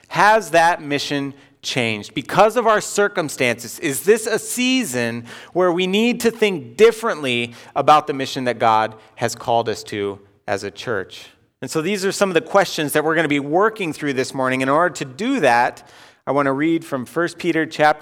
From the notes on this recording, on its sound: Delivered Sunday, October 4, 2020 at Woodridge Community Church (New Berlin, WI).